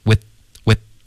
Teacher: 有没有听到 with with 结尾停得很干脆，因为我咬了舌尖